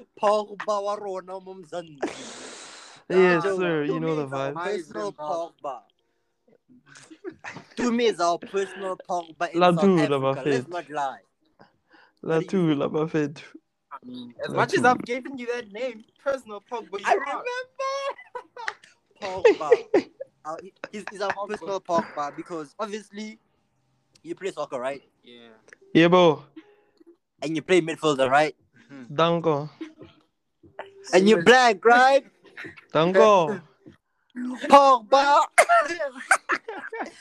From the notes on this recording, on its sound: Keeps breathing close to the mic. We humbly apologize for the technical issues.